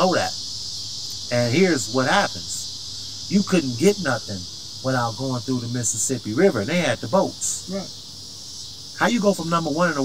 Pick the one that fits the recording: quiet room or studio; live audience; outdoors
outdoors